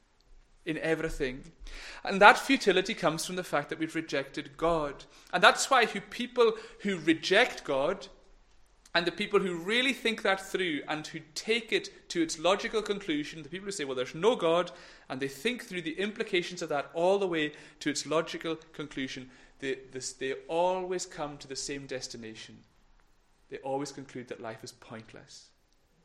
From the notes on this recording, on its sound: Recorded at North Harris Free Church Sunday morning.